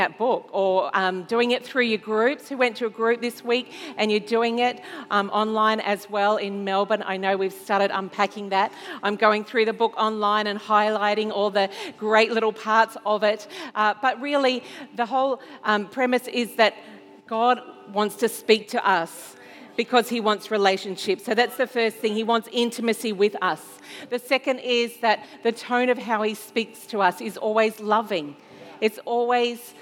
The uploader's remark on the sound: This was recorded in our 9am service on the 17th of October, 2021